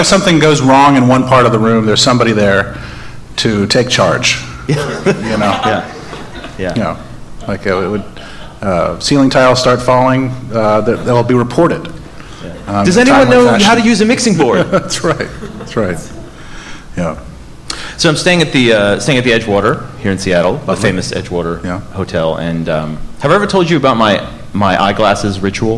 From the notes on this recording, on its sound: Do it live in front of a double-digit crowd at Seattle's Bumbershoot music festival. We apologize for the massively overloaded recording here—the talking sounds good but the music, sadly, is distorted.